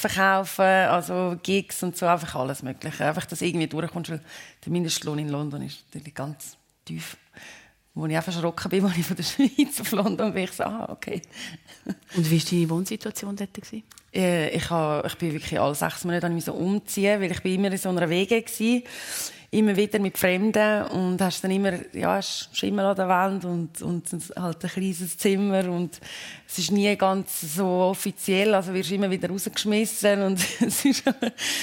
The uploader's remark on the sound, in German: Live aus dem Seedamm Plaza in Pfäffikon.